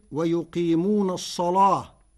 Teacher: كلمة الصلاة بتغليظ اللام فتصير ويقيمون الصلاة لمجاورتها الصاد المفخمة